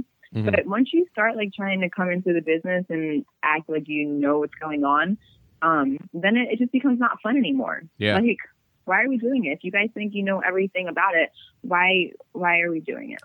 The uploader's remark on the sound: Another phone interview knocked out of the park.